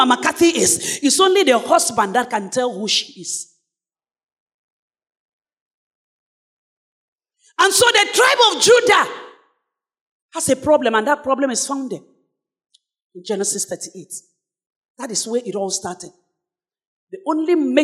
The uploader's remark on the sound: Sermon preached at CBC Shiashie Campus